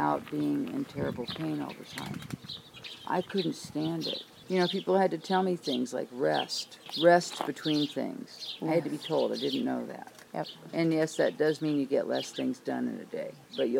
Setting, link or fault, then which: fault, sounds in the background